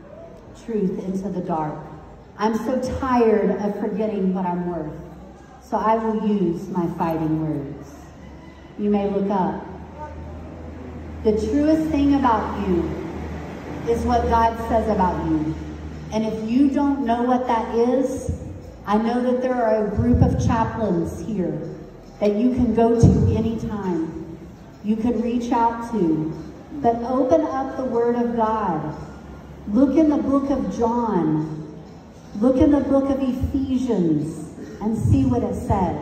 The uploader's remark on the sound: Got to spend the morning with the students at Tuba National High School! Shared with these 400 9th-12th grade students.